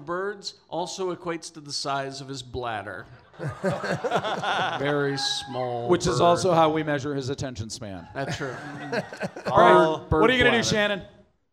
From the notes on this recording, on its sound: Our 2nd show Recorded Live at 50west club in front of a packed house, last day of SLCC 2016.